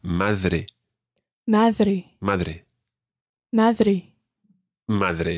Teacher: Madre. It's almost like the TH in the word the in English, but it's not quite as soft as that. If you say the rather than d, then you're nearer the sound. · Term: Spanish D sound